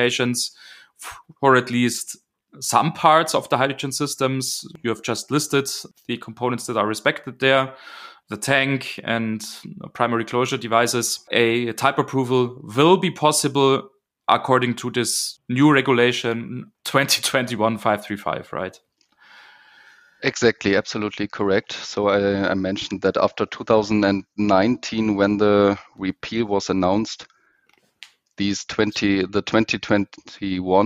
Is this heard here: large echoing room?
no